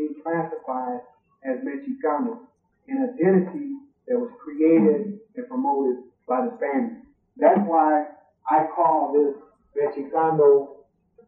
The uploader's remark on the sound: This talk was given at Michigan State University in the winter of 1996. We apologize for the sound. A lot of work went into cleaning up the audio.